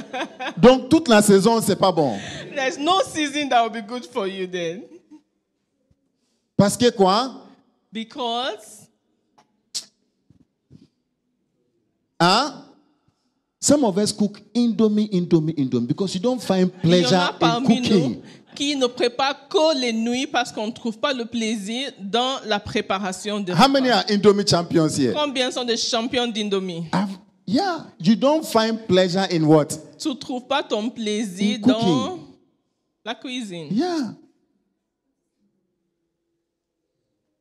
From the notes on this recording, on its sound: Preached during Joyful Hour Sunday Service Rabat